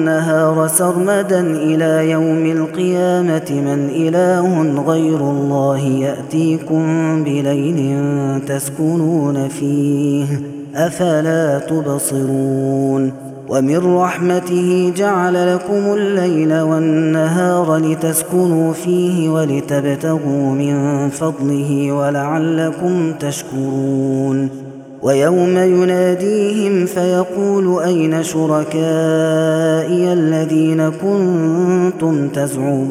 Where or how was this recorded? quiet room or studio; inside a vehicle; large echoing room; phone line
large echoing room